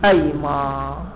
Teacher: وقد تبدل ميمها الأولى ياء